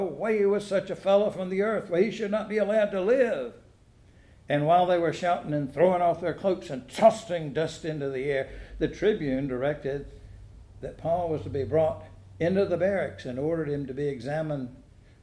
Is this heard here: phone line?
no